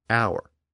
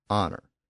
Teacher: The H sound in those words has long since disappeared, but the spelling still reflects the original pronunciation. · Term: loss of the H sound